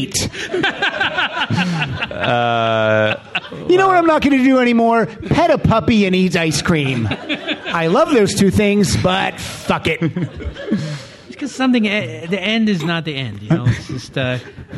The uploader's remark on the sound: Performing live at the Los Angeles Podcast Festival. At the Le Meridien Delfina in Santa Monica, California.